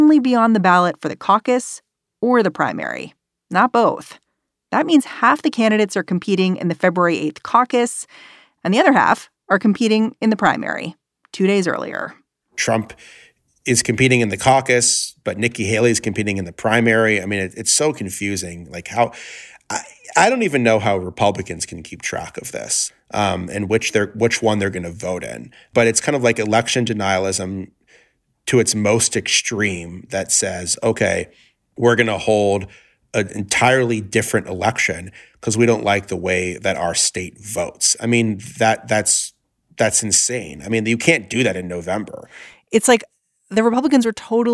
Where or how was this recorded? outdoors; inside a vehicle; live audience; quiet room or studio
quiet room or studio